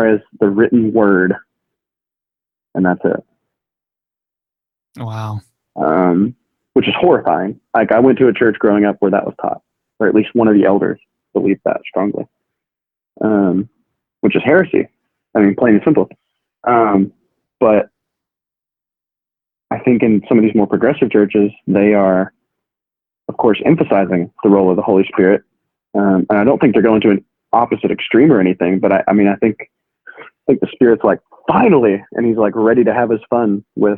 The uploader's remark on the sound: had an impromptu phone conversation